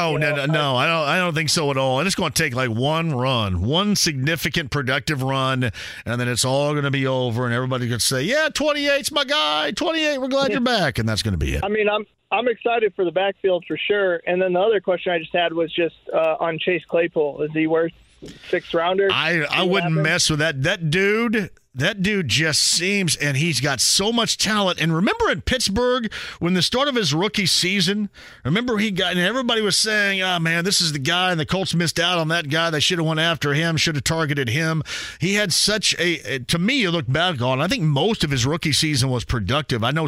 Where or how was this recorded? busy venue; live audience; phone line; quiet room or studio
phone line